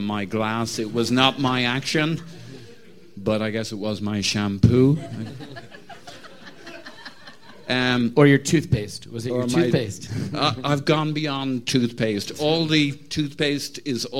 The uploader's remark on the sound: the special LIVE podcast performed on Saturday 22 April during the GoonerPalooza Spectacle in Chicago, Illinois, USA